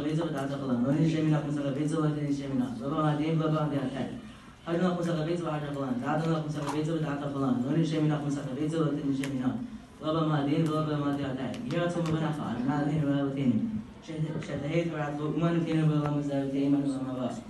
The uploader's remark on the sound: Live from Yeshivat Noam! In my school Yeshivat Noam at the Daf Yomi club during lunch where around 100 Talmidim attended.